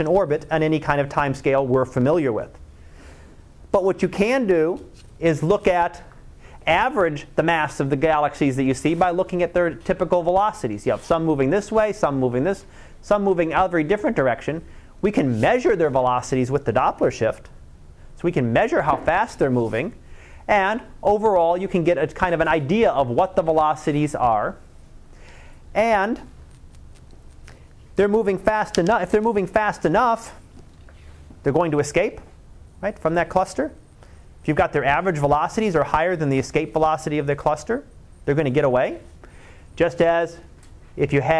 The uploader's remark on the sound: Live Class Lecture